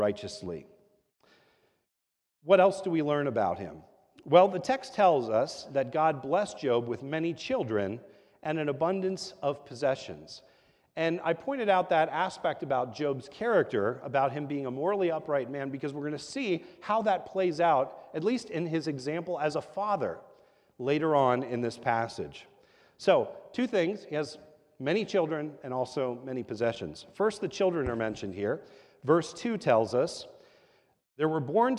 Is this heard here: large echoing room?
yes